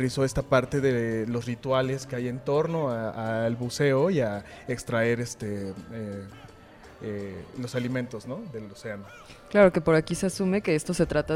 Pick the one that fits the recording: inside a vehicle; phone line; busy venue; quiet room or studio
busy venue